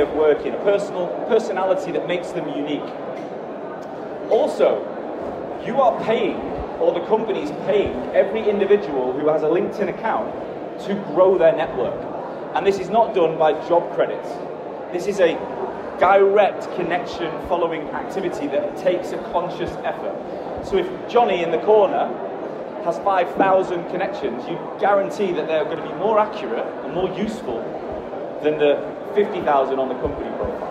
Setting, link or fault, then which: setting, live audience